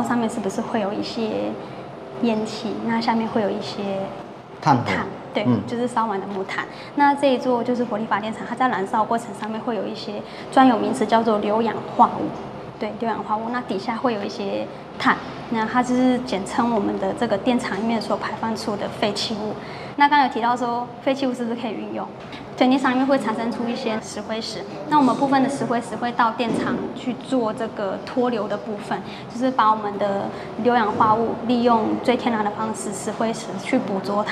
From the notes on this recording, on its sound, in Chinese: 要帶大家走出錄音間，坐上往花蓮和平村火車，前往台泥的DAKA園區。